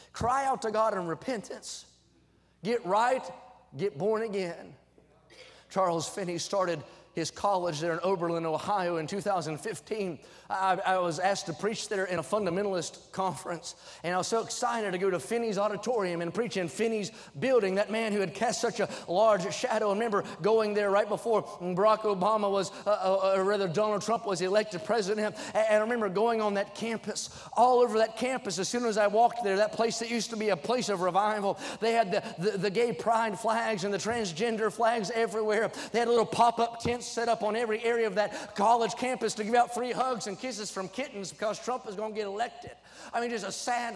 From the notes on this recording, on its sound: during the Sunday Evening service on July 2, 2023, at North Valley Baptist Church in Santa Clara, California.